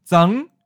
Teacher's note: it is a contraction of the two syllables, za, mid-flat, and hm, high-flat. So merge together, zang. · Term: ninth tone